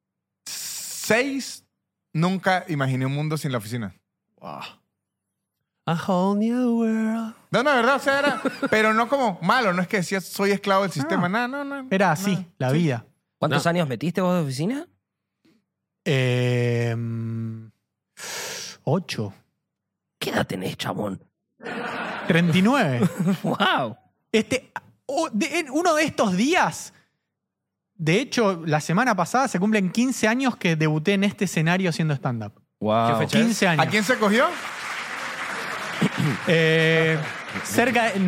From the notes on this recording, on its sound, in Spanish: Estamos EN VIVO en el TEATRO CHACAREREAN